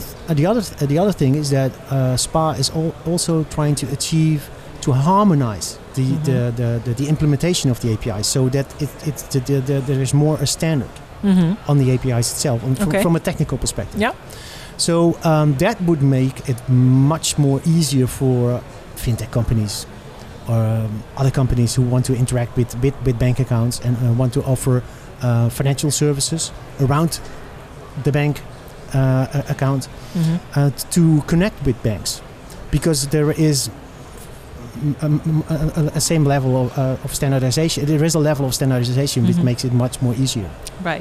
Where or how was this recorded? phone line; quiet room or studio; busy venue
busy venue